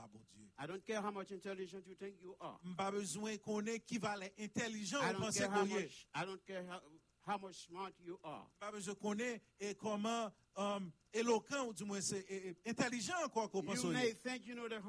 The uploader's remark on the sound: Sunday Service Live